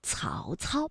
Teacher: 曹操呢是舌尖要抵住上齿背来去发音的